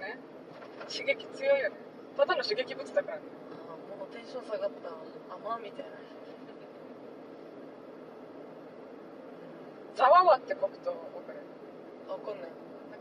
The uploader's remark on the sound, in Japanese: ドライブ恩納村編。ふらふらとたどり着いた恩納村での。ドライブ収録続きです。